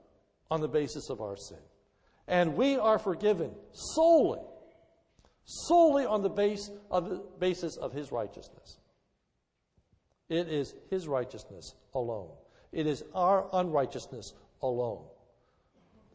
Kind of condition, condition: setting, large echoing room